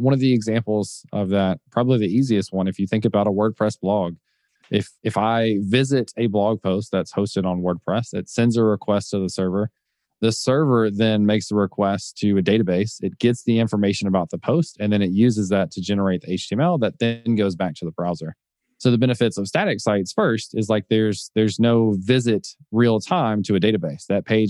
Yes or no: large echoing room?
no